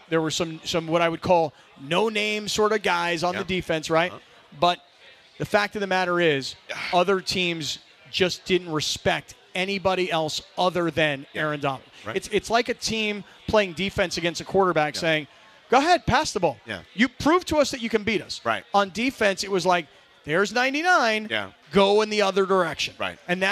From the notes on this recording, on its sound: We’re LIVE from Yaamava Resort & Casino at The 909 Sports Bar!